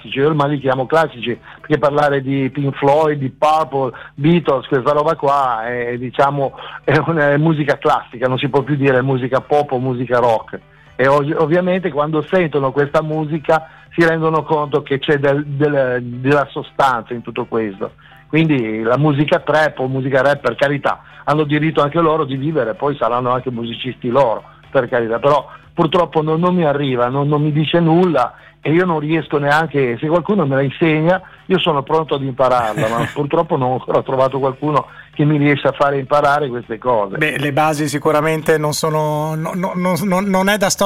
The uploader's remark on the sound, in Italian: INTERVISTA TELEFONICA